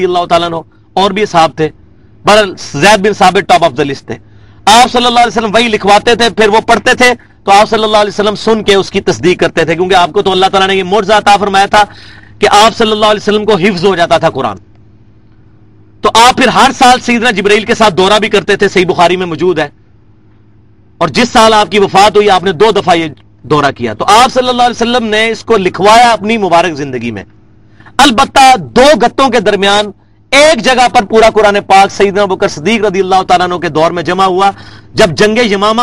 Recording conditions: large echoing room